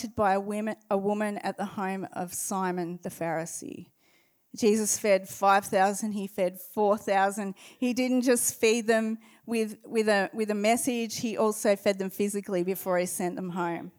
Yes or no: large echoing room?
yes